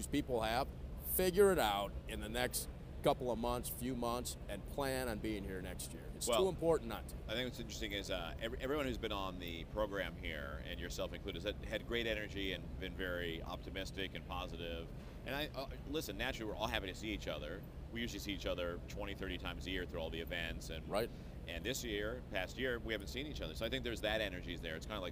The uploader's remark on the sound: On the Cigar Lockdown Set! Recorded Live at the 2021 PCA Las Vegas trade show.